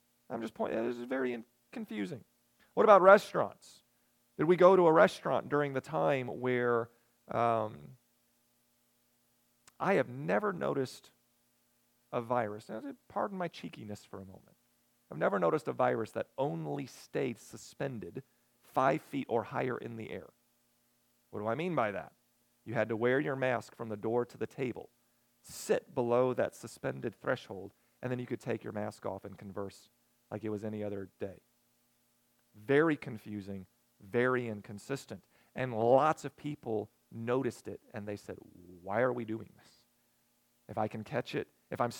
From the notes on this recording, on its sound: recorded the evening of September 24, 2022, at Ringgold Seventh-day Adventist Church.